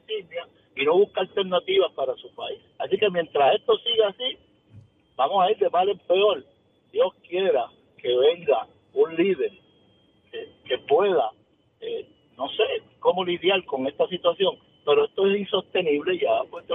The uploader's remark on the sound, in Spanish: 93.7 Z 93 Puerto Rico. Abrimos las línea telefónicas de Z93.